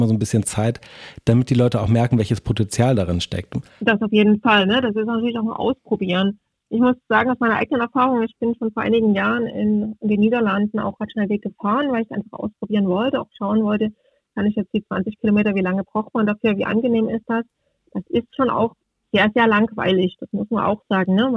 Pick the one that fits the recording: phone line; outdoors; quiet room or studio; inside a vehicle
phone line